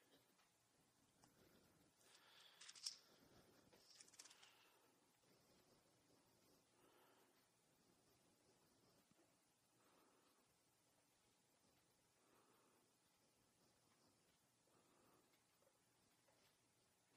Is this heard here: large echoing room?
yes